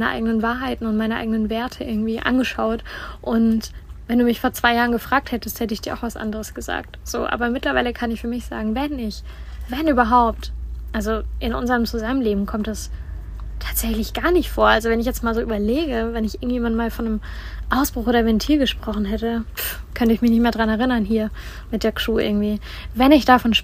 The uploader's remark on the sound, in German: Live aus dem Van. In der heutigen Folge schnacken wir live aus dem Van.